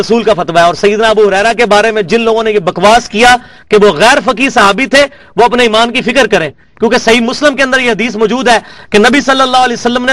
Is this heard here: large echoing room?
yes